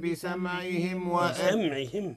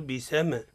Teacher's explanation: الميم ليست فيها قلقلة · Shown in: first take